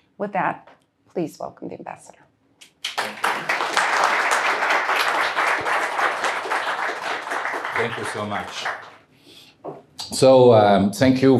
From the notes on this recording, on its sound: Event recorded live at IWP, DC.